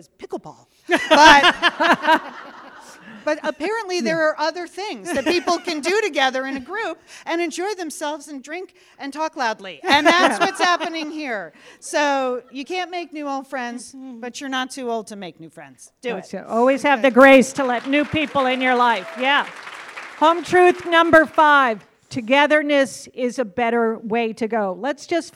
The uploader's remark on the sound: This was performed in front of a live audience at the Satellite Sisters Big Fun Weekend in Minneapolis October 14, 2023.